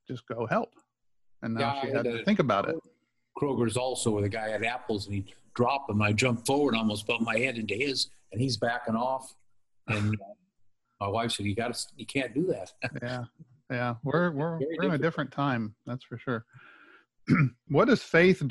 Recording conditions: video call